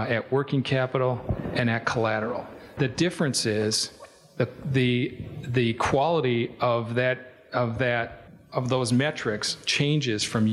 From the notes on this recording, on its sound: This episode of The Dairy Show contains the audio from the 2021 Expo Seminar.